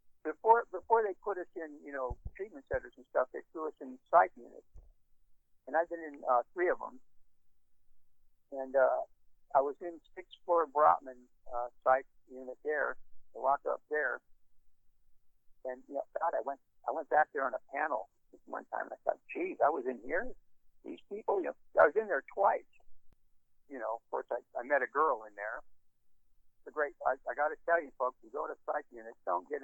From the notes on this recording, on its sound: Los Angeles. Be advised that the recording quality is poor because it was conference call recorded on a microphone leaned against a cell phone speaker.